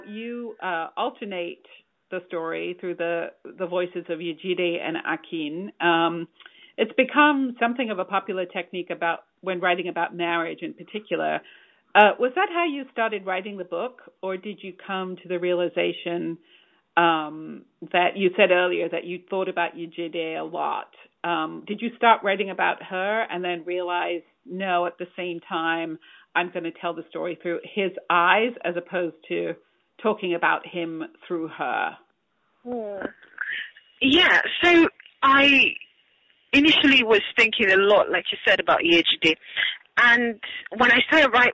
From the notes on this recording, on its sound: joins me on the phone from Lagos, Nigeria